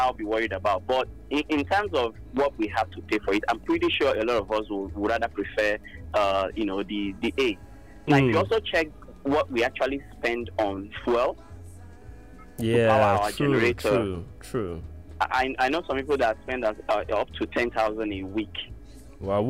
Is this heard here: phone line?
yes